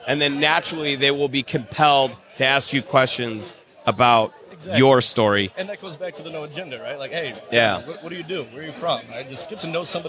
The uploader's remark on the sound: Conversations Live at the Level Up Social Club Event. Then we have numerous other guests jump on the mic to share their own brand stories.